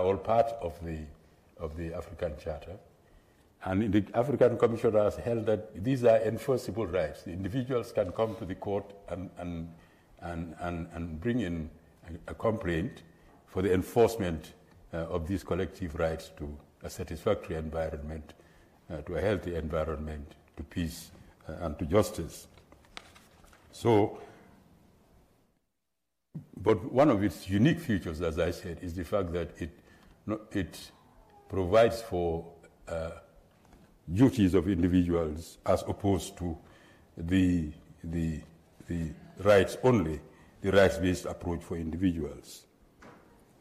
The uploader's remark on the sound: at the 2023 JRCLS Annual Conference in Atlanta, GA